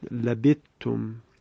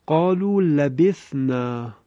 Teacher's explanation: لبثنا یعنی حرف ثا به حرف نون رسیده که دیگه ادغام هم صورت نمیگیره · Shown in: second take